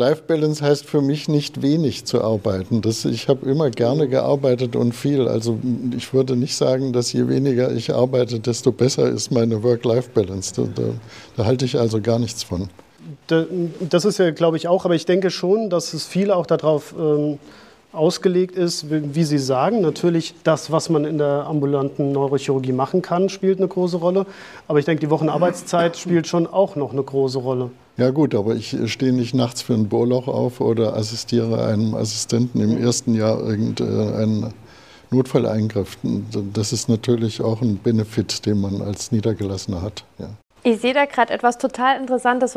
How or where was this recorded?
busy venue